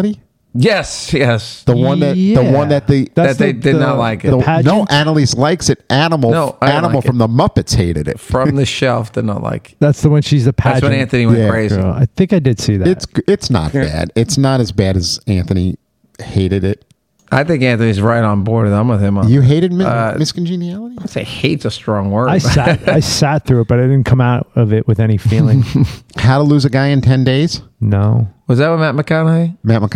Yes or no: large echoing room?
no